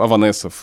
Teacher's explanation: В обычной жизни я так не говорю. Я говорю Аванесов э, и говорю твердо. А мягко для меня это звучит как энергия.